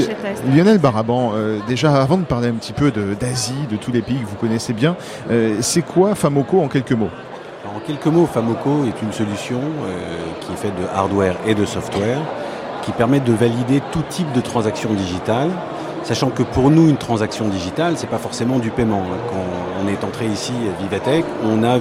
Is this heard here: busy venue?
yes